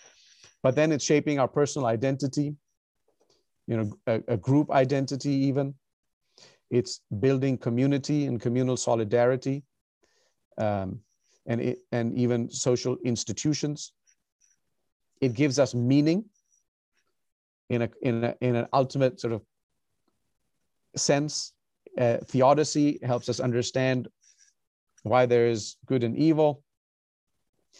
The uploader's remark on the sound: recorded on Zoom